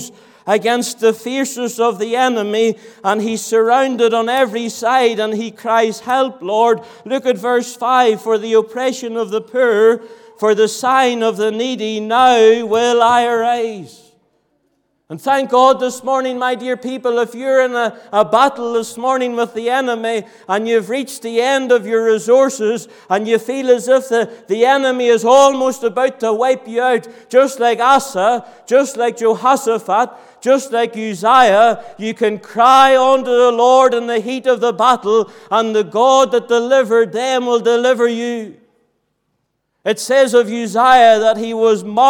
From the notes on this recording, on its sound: This audio was recorded at the Lifeboat Fellowship, Grange Corner, Moy.